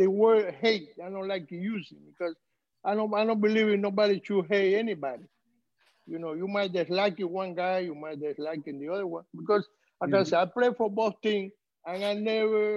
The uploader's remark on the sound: LIVE ZOOM CONVERSATION.